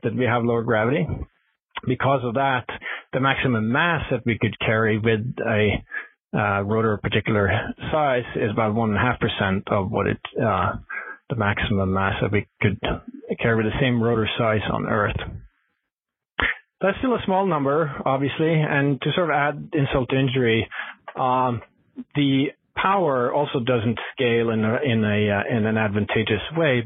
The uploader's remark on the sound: Future in Space Operation teleconference